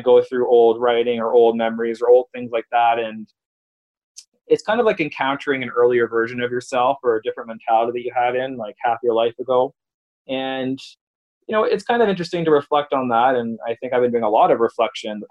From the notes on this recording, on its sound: via Zoom